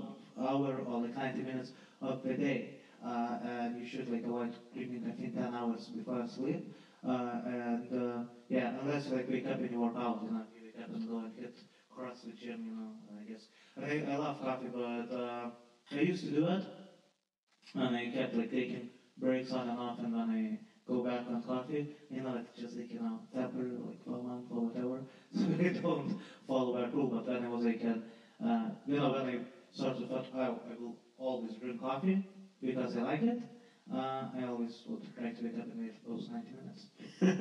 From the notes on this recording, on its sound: I'd like to extend my apologies for the diminished sound quality. A mishap during the recording session in December resulted in this, and unfortunately, I was unable to correct it.